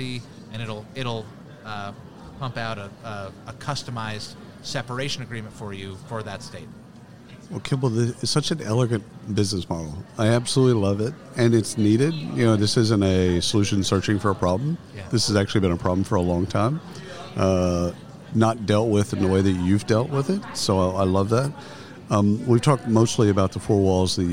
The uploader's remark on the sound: Live from SHRM 2022